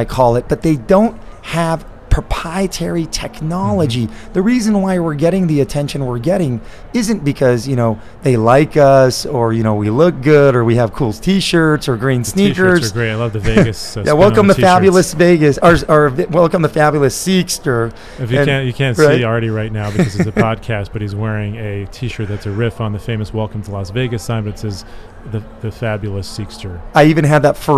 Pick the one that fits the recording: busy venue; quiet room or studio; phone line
busy venue